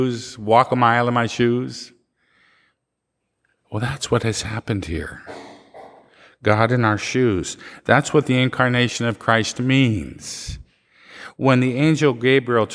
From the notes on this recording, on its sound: Live recording from 8 am Mass